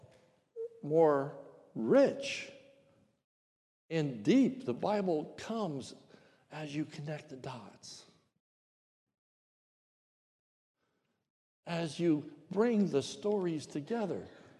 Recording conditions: large echoing room